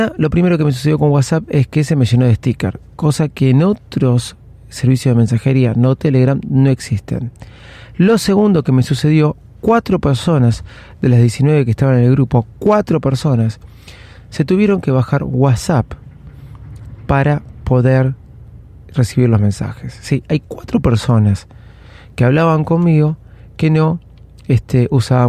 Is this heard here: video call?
no